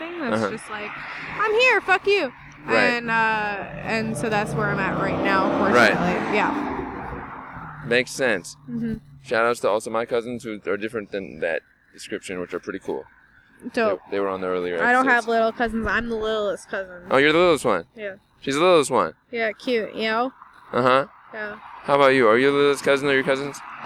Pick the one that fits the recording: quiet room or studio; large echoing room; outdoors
outdoors